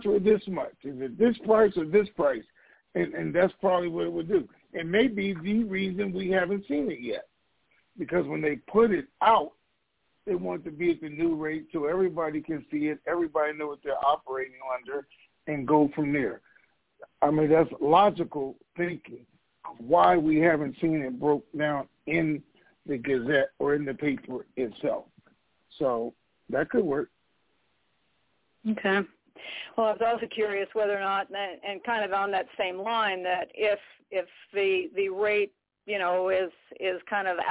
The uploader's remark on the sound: TNT Superfantastic Conference Call